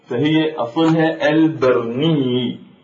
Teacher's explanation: العشج هو يريد أن يقول بالعشي، بالعشي، فقلب هذه الياء المشددة إلى جيم · Term: قلب الياء